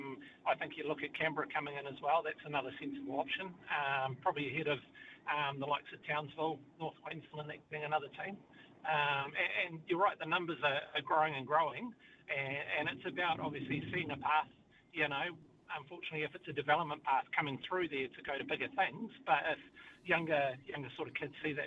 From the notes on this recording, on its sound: hits the phone and text line to see what listeners have to say